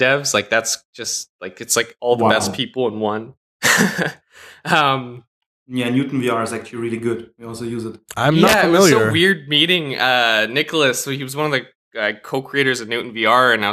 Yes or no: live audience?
no